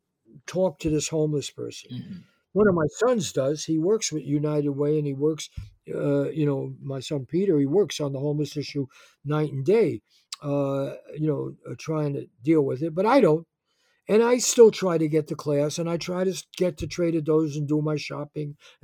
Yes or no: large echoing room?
no